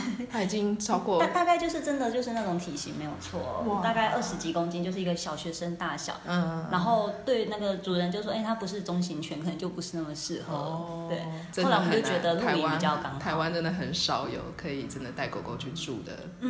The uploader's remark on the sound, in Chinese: 在書店有一場快樂的對談。剪輯和錄音新手的我們花了一個多月的時間慢慢地整理剪接。